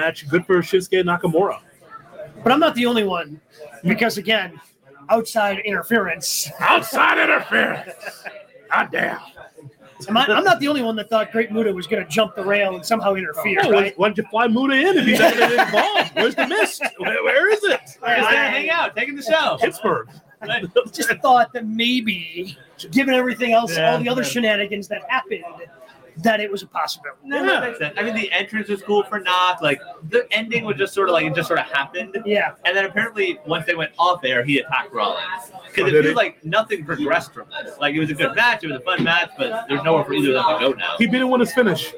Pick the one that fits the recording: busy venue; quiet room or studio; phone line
busy venue